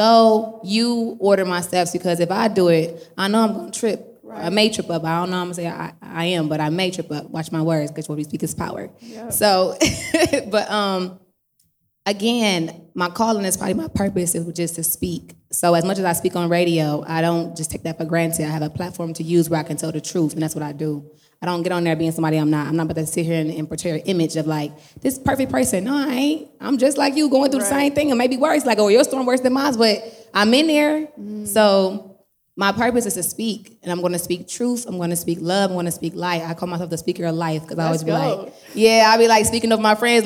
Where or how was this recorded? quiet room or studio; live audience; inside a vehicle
live audience